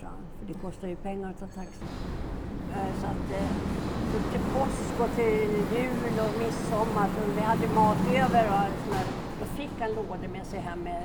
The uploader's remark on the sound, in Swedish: Det är en bullrig miljö vi är i så ljudet varierer lite!